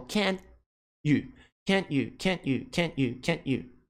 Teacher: Perceba que eu tô fazendo o T na minha boca, mas eu não pronuncio. Can't. Eu não pronuncio isso. · Term: T imaginário